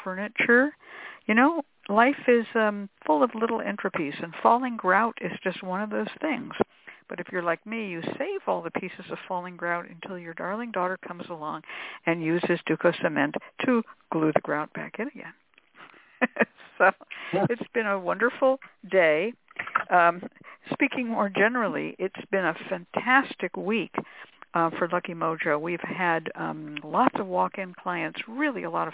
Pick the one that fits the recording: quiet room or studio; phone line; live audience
phone line